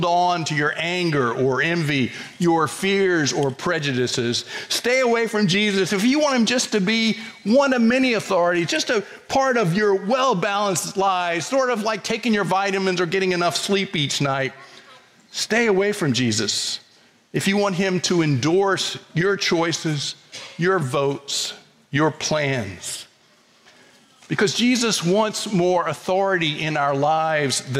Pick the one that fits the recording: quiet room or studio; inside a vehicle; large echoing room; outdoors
large echoing room